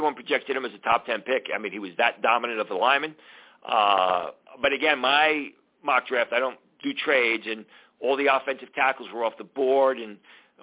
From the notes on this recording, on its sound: I also take live callers!